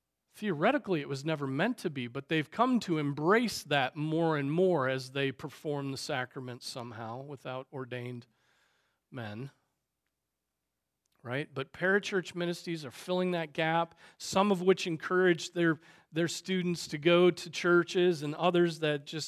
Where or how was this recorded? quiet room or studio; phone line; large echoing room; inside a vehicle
large echoing room